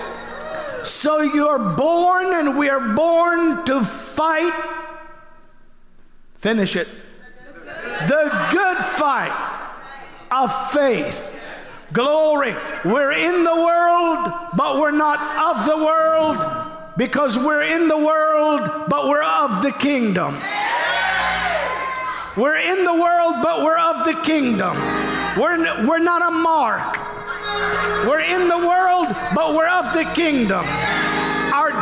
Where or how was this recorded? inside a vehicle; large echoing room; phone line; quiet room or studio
large echoing room